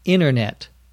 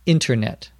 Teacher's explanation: Many people just say internet, as if there were no T. · Shown in: first take · If they're pronouncing it more carefully, they may say internet. · Term: without a T sound